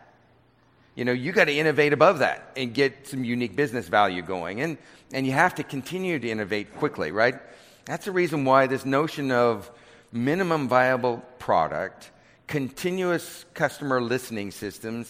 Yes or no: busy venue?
yes